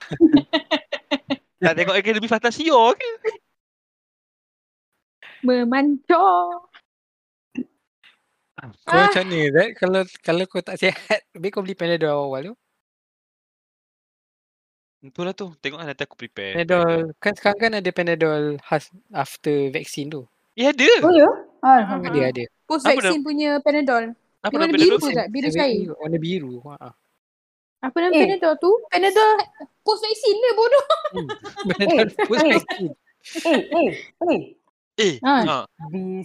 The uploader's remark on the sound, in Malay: Kitorg try record guna discord. Harap sound okay okay je la.